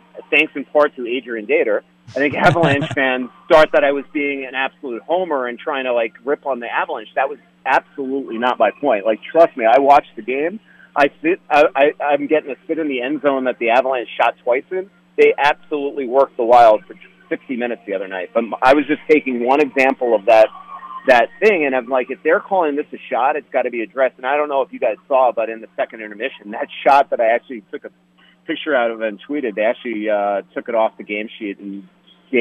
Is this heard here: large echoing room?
no